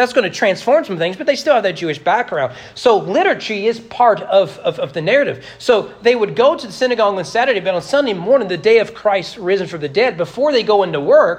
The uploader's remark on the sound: Sermon preached at Trinity Baptist Church. During morning worship.